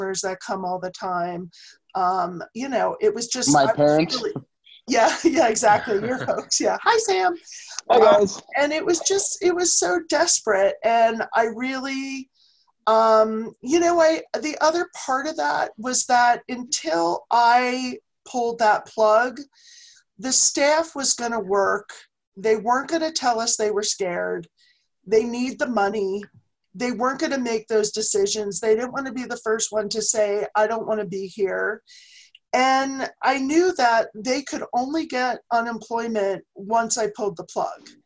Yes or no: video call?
yes